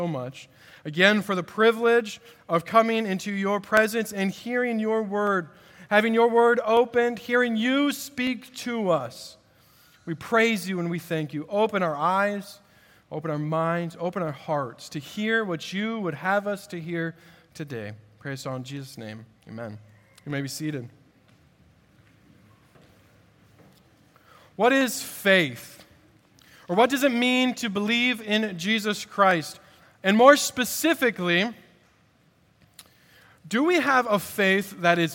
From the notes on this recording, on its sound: At Redeemer Presbyterian Church in Charleston, SC